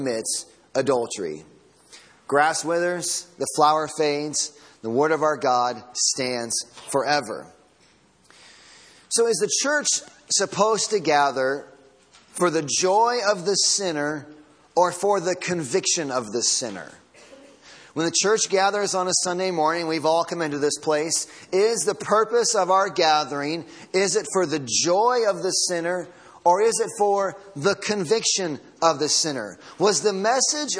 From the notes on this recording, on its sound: Sunday Morning Sermon Audio